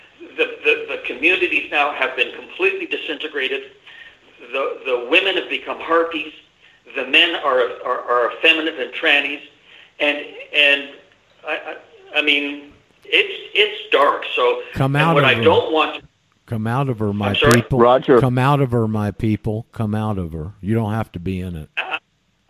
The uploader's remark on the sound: Trying to find out how Skype is now working was one of my objectives for today's show. Did it, did not correct the problems MicroSucks created in the previous 'updates'. Called.